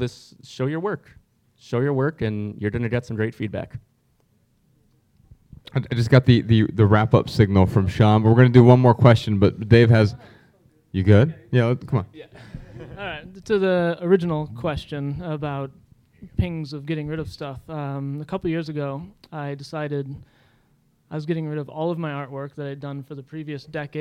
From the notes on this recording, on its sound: Answer questions in front of a sold-out crowd in Chicago.